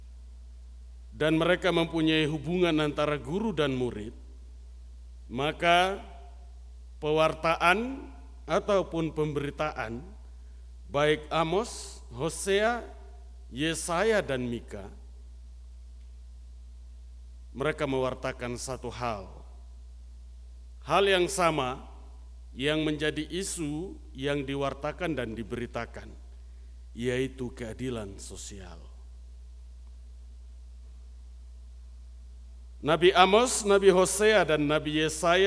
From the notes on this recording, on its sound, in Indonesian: RSK 98.6 FM. Rekaman ibadah Minggu Malam tgl 25 Des 2022.